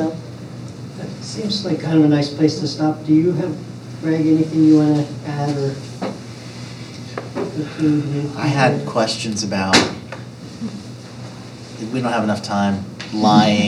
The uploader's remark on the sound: In front of a live audience of students and community members at the University of Vermont.